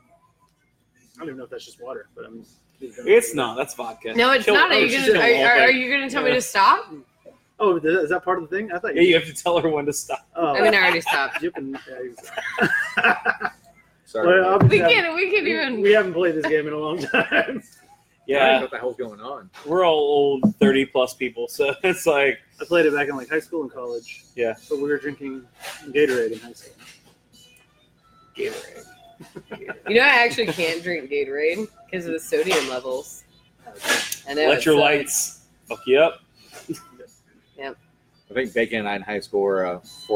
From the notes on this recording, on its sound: Here at Public House Heights